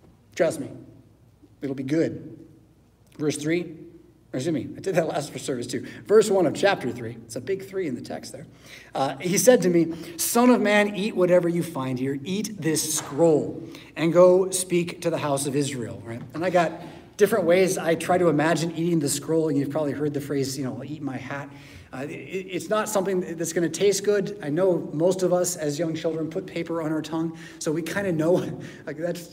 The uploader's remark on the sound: Preached at St Paul Lutheran Church , Rockford, Illinois on Sunday July 23rd, 2023.